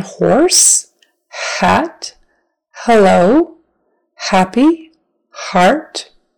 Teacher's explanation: H has no cognate, no partner, because it's just air coming out and you don't turn on your voice. So air is coming out of the back of your throat.